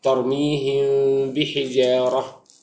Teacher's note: ومسألة الميم مع الباء، وفيها إخفاء على رأي الجمهور، إخفاء شفوي